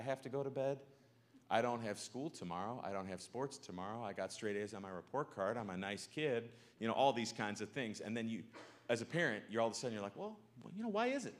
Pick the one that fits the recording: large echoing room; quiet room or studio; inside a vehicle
large echoing room